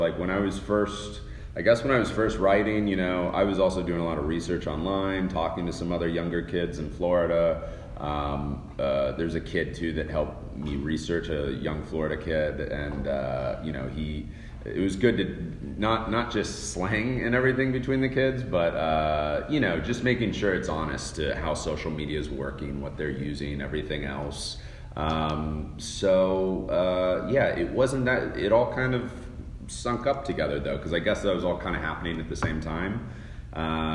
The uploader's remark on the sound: at the 2019 Middleburg Film Festival